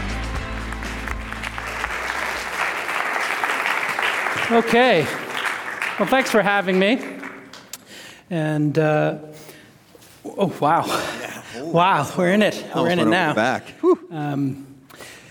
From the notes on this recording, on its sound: Today we're going back to San Francisco. On stage during my tour stop for my book Creative Calling.